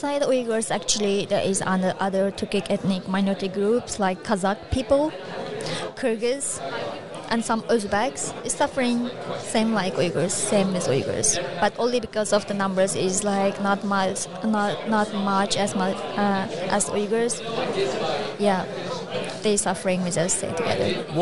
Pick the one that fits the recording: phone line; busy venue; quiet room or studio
busy venue